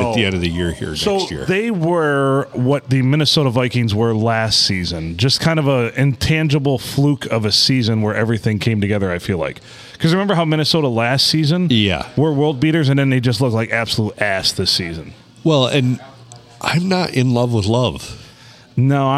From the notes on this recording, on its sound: Recorded on a slow Monday night at the Blue Water Sports Bar and Grill in Port Sanilac.